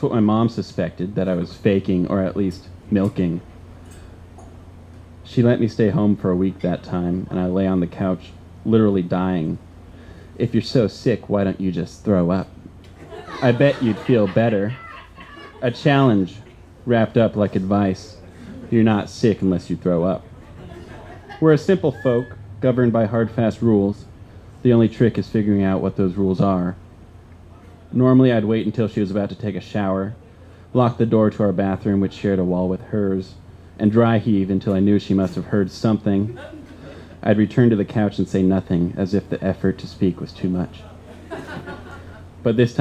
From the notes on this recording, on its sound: This story was recorded live on 13 December 2016 at Tiger!